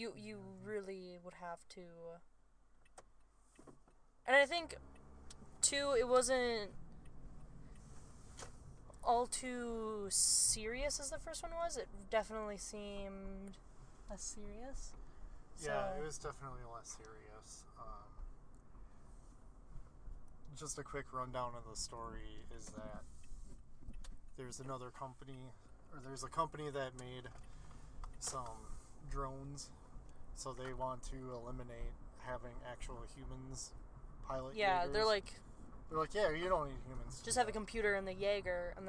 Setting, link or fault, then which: setting, inside a vehicle